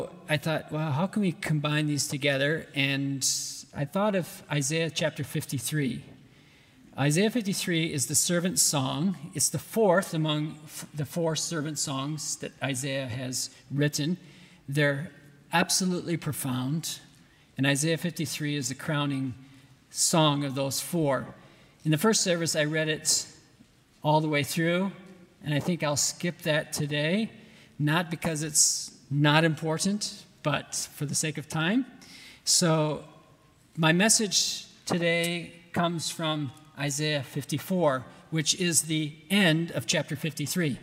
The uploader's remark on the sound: at the 2022 RBC missionary conference